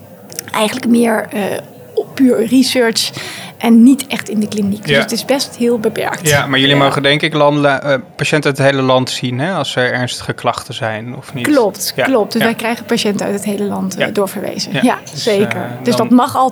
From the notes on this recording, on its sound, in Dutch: Live vanaf het Nationaal Congres Farmacotherapie in de Psychiatrie. Live vanaf het Nationaal Congres Farmacotherapie in de Psychiatrie.